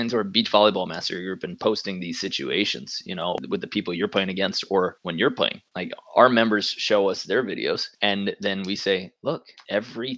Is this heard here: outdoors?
no